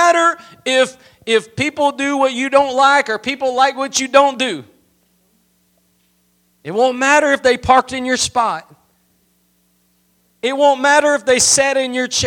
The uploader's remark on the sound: Preached at Gospel Lighthouse in Bossier City, La.